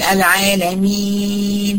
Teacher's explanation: لو ما عملتش خفض للفك السفلي بتطلع الغنة المصاحبة للمد بالياء اللي هي بتبقى خطأ من أخطاء القراءة